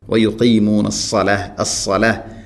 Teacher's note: വയുഖീമൂന സ്വലാഹ്, വയുഖീമൂന ഖാഫ്, വയുഖീമൂന സ്വലാഹ് സ്വാദ്. സ്വാദ് ഉച്ചരിക്കുമ്പോൾ അത് ഇസ്തിഇലാഅിൻ്റെ അക്ഷരമാണ്, സ്വരഭാരത്തിൽ ഉച്ചരിക്കേണ്ട അക്ഷരമാണ്, നാവിൻ്റെ മധ്യഭാഗം അണ്ണാക്കിലേക്ക് ഉയർന്നു നിൽക്കുന്ന രൂപത്തിലാവണം.